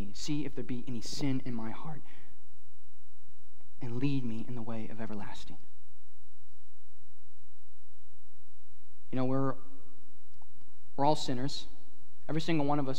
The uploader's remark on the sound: at Harvest Plains Church in Mapleton, ND